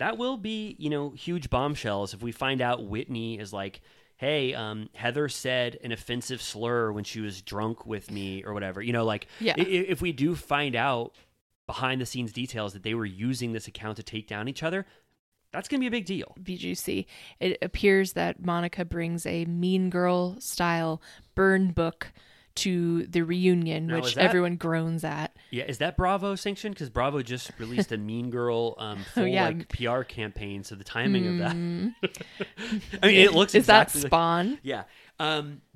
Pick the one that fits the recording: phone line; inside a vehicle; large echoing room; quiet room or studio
quiet room or studio